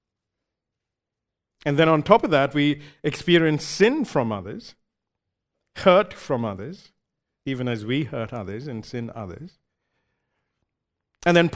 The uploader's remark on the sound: recorded live at Grace Community Bible Church